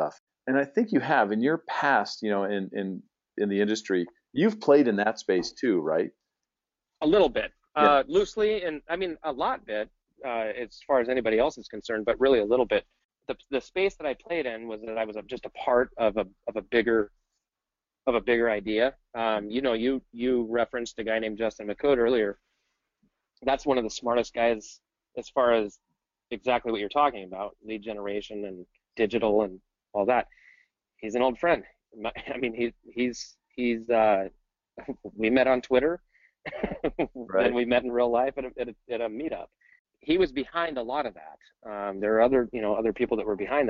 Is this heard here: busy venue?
no